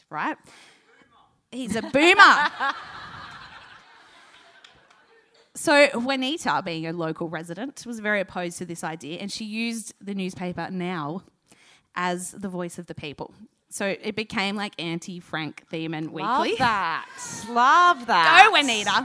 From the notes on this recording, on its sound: AAMH's Sydney live show - recorded on Dec 5 at Marrickville's Factory Theatre